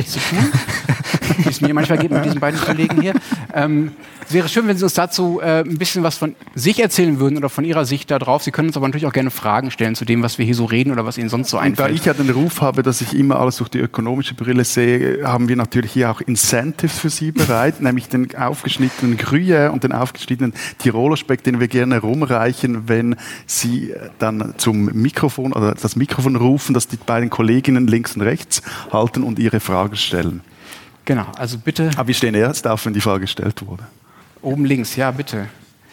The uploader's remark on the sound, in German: Livefolge. Beim Tag der ZEIT haben wir erstmals vor Publikum aufgenommen und hatten gleich noch einen Gast dabei.